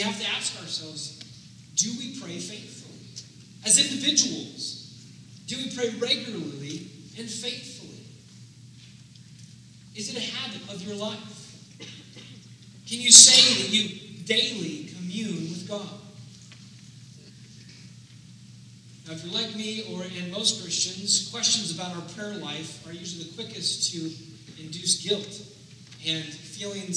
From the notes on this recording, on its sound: Due to some technical difficulties, we want to apologize for the poor audio quality in this week's sermon.